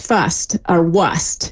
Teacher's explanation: we really see the R starting to drop right before S's